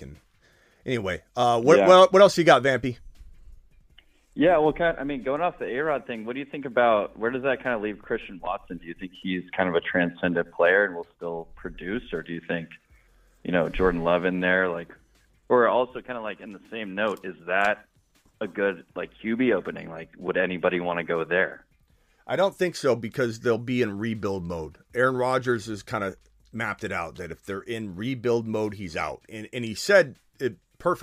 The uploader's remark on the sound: Fantasy football phone calls.